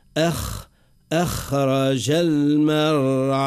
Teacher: الخاء بعد همزة القطع مفخمة، ولهذا ما يتأثرش الحرف بالحرف الذي يليه